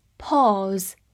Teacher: 这里的 A U 字母组合发 o 这个长音，末尾的 s 发 z 浊辅音 · IPA: [pɔːz]